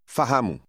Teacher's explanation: Did you hear the stress in the middle of that word?